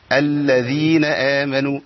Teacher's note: اللام الساكنة اللي فيها توسط الصوت بيمشي شوية دي، لو ما طلعتش معايا يبقى أنا ضيعت لام من القرآن.